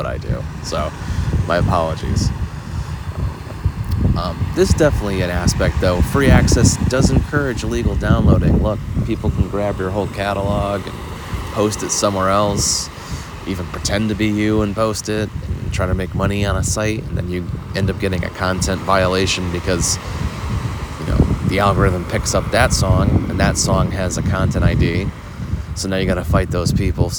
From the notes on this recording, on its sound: This week I was testing the ability to podcast in an oceanic environment - with sound issues to boot! Didn't want to spend a ton of time editing this week, so modify your sound to adjust for the highs and lows this week!